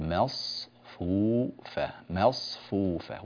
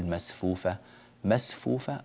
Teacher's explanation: حرف الصاد من الحروف المفخمة، حرف من حروف الاستعلاء · Shown in: first take · خص ضغط انقض يرتفع فيه اللسان إلى الأعلى، ومن حروف الإطباق، فنقول مصفوفة مصفوفة، ولا تقول مسفوفة مسفوفة، الصاد هكذا صارت سينا، فأعطي الصاد استعلاءها وتفخيمها وإطباقها.